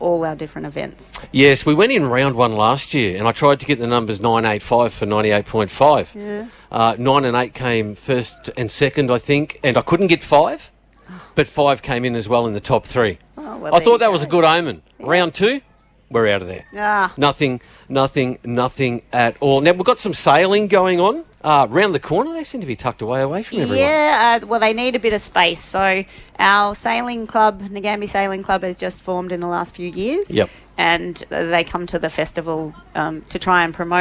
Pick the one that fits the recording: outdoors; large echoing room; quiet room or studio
outdoors